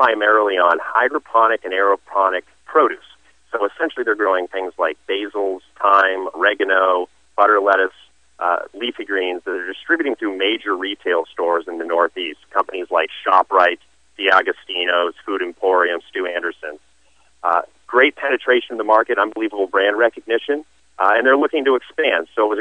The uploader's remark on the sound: called into SmallCapVoice.